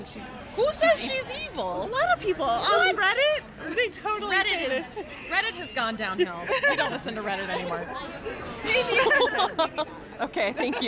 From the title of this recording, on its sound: Live from ECCC